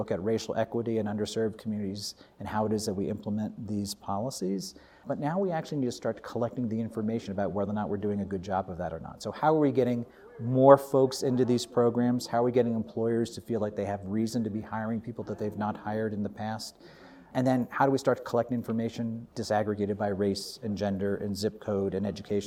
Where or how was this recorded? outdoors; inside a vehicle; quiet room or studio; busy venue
busy venue